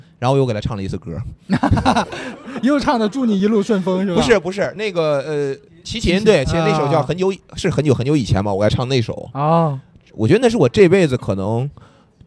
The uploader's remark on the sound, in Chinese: 本期为治丧元旦线下录制特辑北京分会场